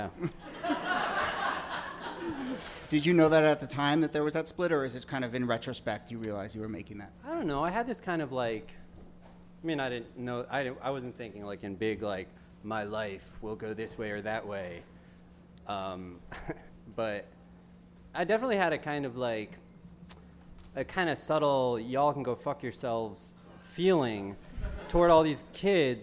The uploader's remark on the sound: Ask Roulette is a conversation series in which strangers ask each other questions on stage. This excerpt is from our December event at Housing Works Bookstore in New York City.